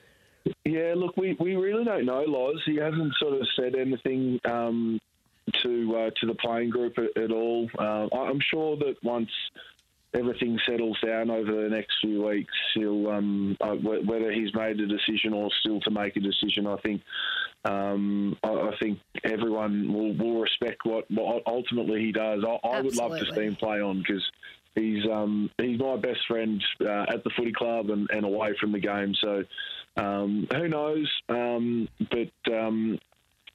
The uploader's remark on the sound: on the phone to check in with them both